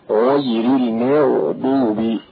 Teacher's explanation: خلص أيها القارئ ترقيق الميم من تفخيم الغين والضاد في المغضوب